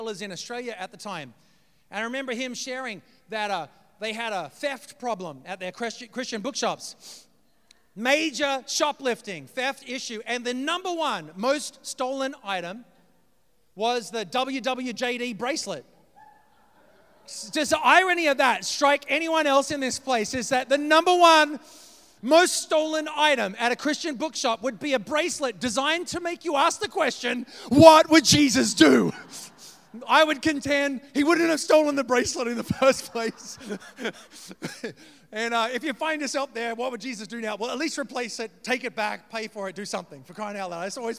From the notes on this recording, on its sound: preached this message on February 26th at our Downtown community